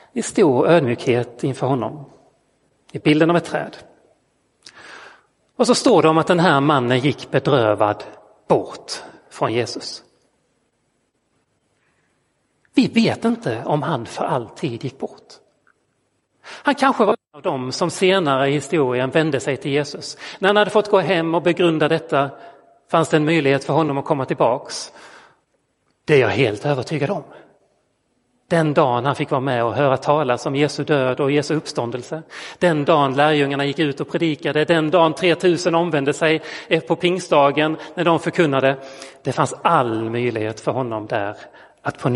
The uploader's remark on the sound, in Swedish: Inspelad i Roseniuskyrkan den 16 oktober 2022.